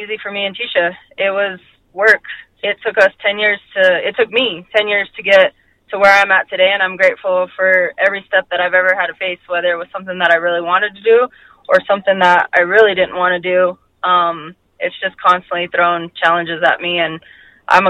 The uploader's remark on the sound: a call-in interview